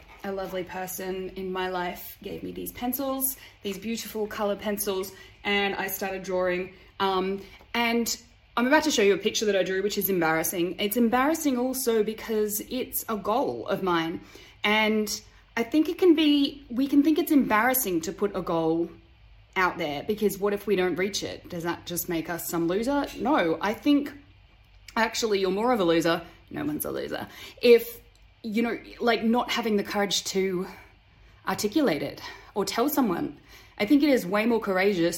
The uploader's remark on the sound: I managed to have problems with my new mic - it recorded but was cutting in and out. Hear we have my iphone sound recording, and because of the file type I was unable to add my usual background music..